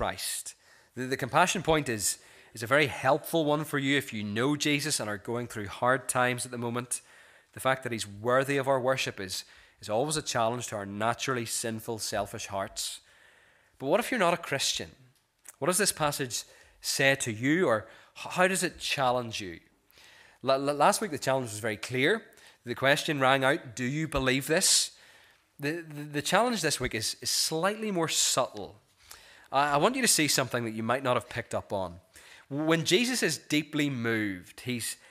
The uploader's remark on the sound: This is the recording of the Bible reading and sermon from our morning service on Sunday 4th February 2024.